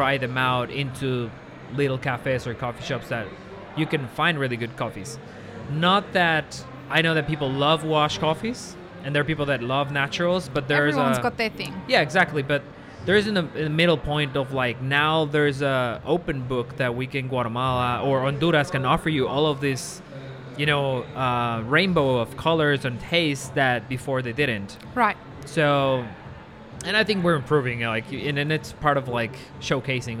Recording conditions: busy venue